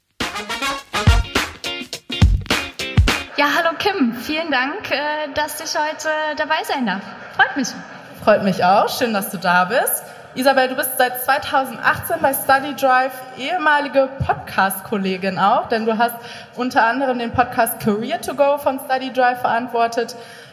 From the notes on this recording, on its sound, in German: LIVE auf der Zukunft Personal Europe. Live am Stepstone Stand auf der Zukunft Personal Europe in Köln.